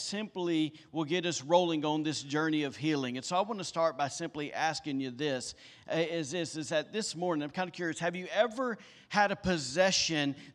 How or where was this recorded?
large echoing room